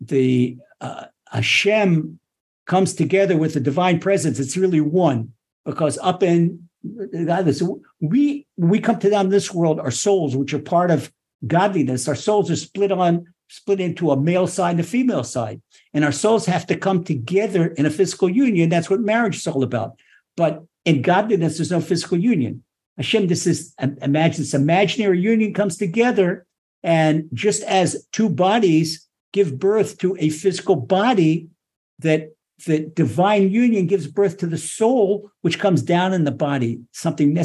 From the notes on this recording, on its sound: Recorded via TORCHzoom